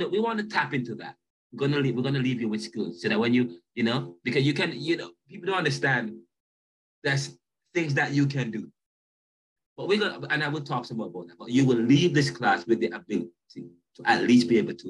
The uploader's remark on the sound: Caribbean Thought Lecture Series on Zoom. This episode begins the Lecture Series at the Jamaica Theological Seminary on Caribbean Thought. This is a video episode uploaded from the class Zoom Recording as I am teaching the course via an online face-to-face module while here in Philadelphia USA.